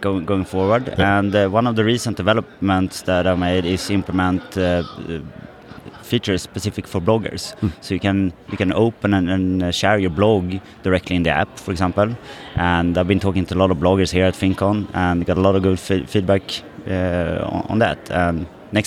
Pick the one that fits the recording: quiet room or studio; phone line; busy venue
busy venue